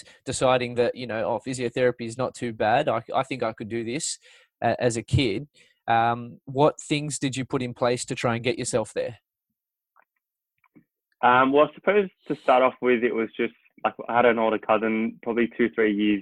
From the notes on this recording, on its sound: Apologies for the occasions where I to repeat myself due to a doggy internet connection during this COVID-19 isolation period. It was my first podcast done via Zoom.